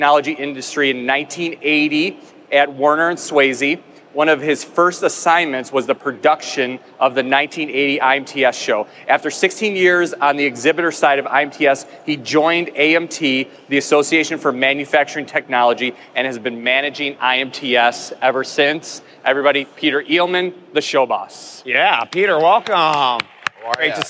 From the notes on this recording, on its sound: Recorded live from the final day of the show. Over 130,000 registered attendees.